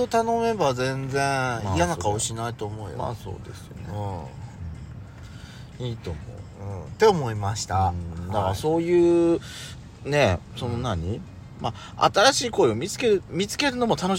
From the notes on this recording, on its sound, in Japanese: 2人組。パーキング収録。